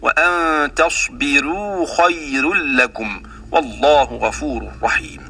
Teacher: وكلمة خير بها ترقيق الراء لورش